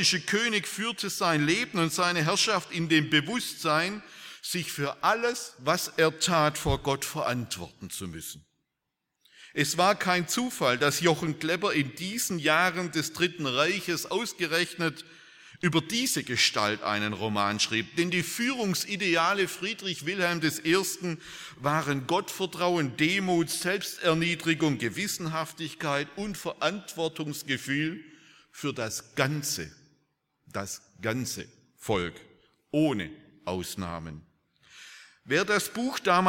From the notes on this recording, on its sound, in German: aus dem Gottesdienst der Liebenzeller Mission vom 15.